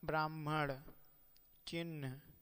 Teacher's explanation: ब्राह्मण चिन्ह आदि में ह का उच्चारण स्थान उर ही है।